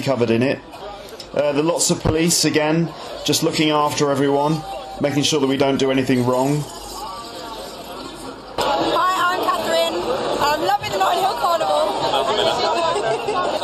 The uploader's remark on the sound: the audio track from a video I did in 2009 at the Notting Hill Carnival